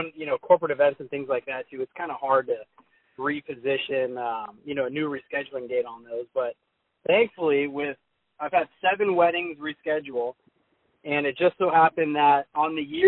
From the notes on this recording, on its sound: Gets on the phone with his close friend.